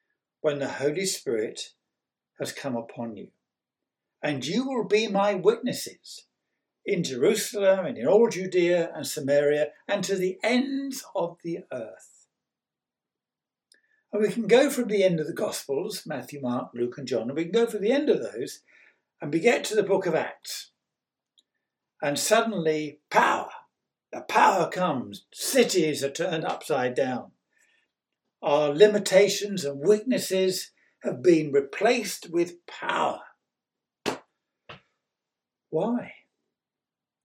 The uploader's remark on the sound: On 9th May 2021 at King's Church, Cockermouth. At King's Church, Cockermouth, as an audio file.